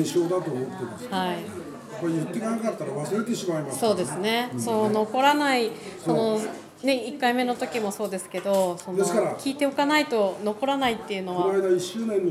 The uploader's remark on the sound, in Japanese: 白老町のコミュニティセンターの1階にあるカフェ「ピラサレ」で収録しています。